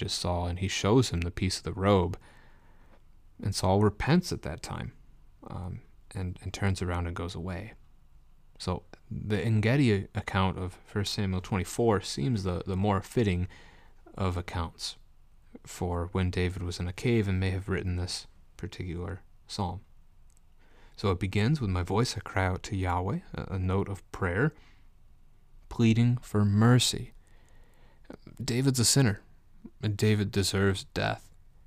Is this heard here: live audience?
no